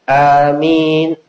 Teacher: A-nya itu dua harokat. Jangan sampai A-nya juga pendek.